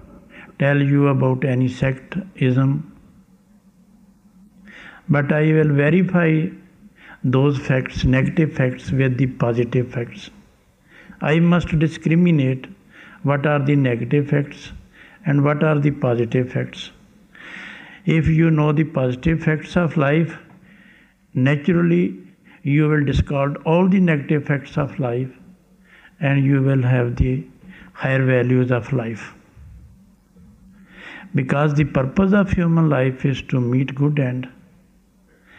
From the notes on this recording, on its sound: Lecture from 17th July 1991 in Landshut, Germany